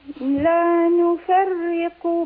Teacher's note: راء مشددة مكسورة يعني مرققة